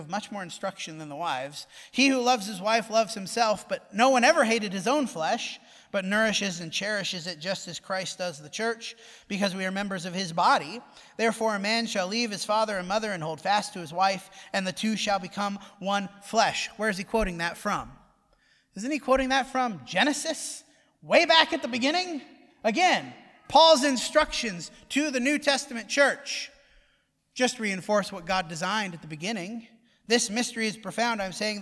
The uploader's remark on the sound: Preached at the Dewey Church of Christ.